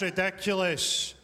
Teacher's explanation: The R and the L are much harder in his accent.